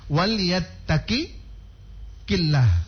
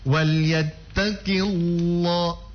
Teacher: Karena dia berharokah kasro pada awal lafdul jalalah, maka otomatis lafdul jalalahnya ditipiskan. · Shown in: second take